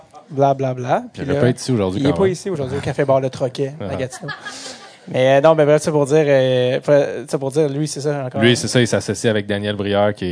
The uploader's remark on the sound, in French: Le premier invité qu’on a reçu devant public, et ce dans sa ville natale au Festival Transistor de Gatineau.